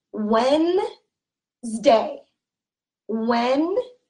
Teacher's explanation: And this first D is going to be silent. And it sounds like Wednesday. · Term: silent D